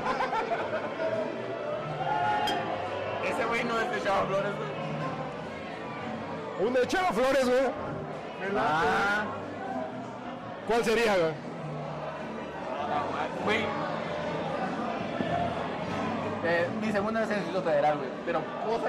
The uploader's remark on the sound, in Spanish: Desde el Tenampa. Desde el corazón de Garibaldi grabamos este podcast.